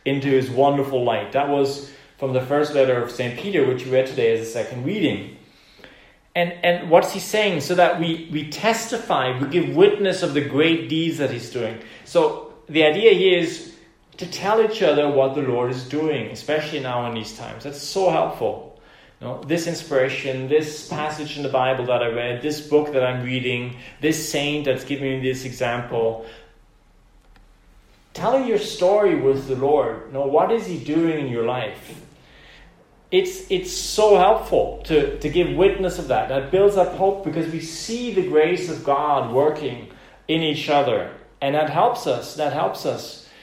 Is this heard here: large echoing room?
yes